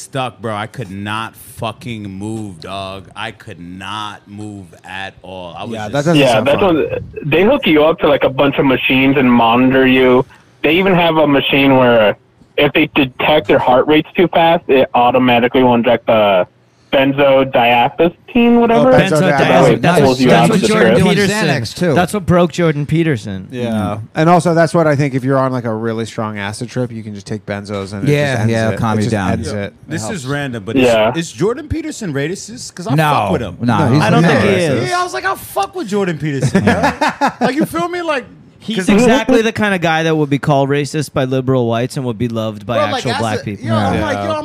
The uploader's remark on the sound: The Bathhouse is a live call-in show from the green room of The Stand Comedy Club, one of New York City's best comedy clubs.